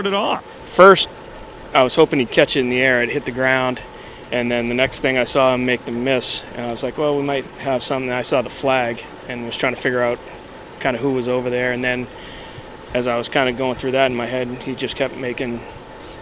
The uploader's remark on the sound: Live from Blue Bomber practice